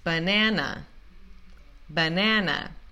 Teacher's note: a única A que a gente pronuncia corretamente é esse A no meio que pega o stress, que carrega o stress, a sílaba tônica